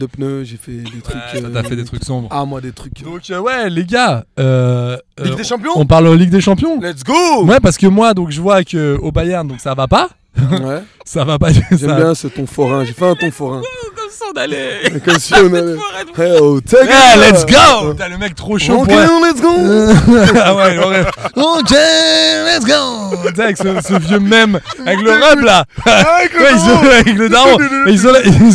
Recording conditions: inside a vehicle